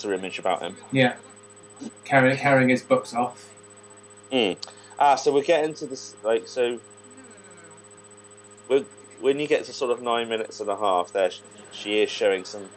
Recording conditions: poor sound quality